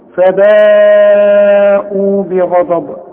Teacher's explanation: لازم تمدلي الكلمة دي او هذا الحرف اربع حركات، لان المد والهمزة في كلمة واحدة